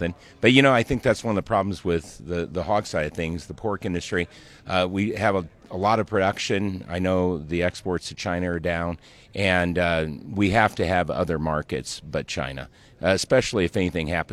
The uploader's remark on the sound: Our conversation taking place during the Water Street EDGE conference in Tucson Arizona.